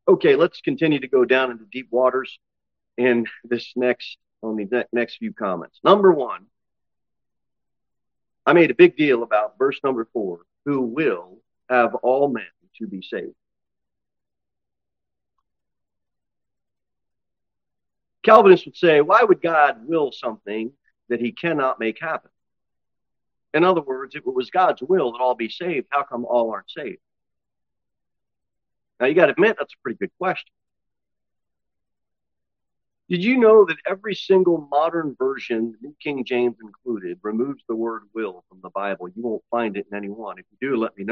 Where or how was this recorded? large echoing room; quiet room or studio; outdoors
large echoing room